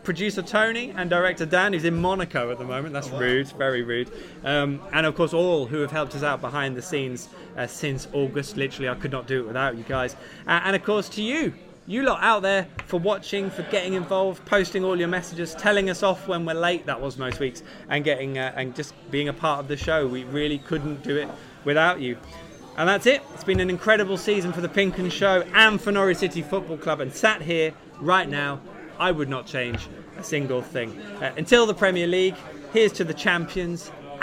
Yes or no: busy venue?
yes